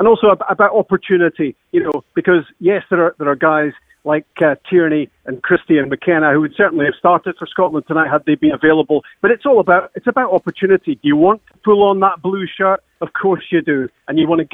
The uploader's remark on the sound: live on the phone from Hampden